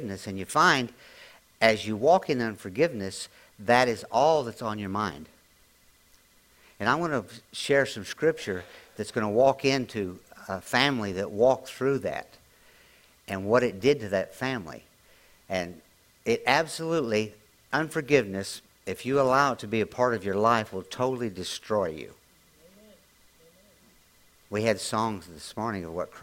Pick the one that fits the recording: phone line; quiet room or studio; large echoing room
large echoing room